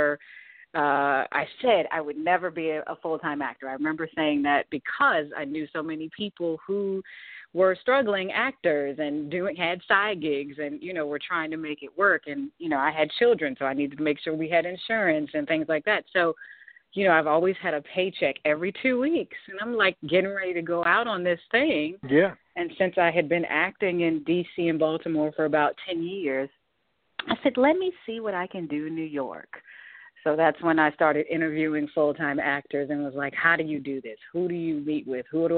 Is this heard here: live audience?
no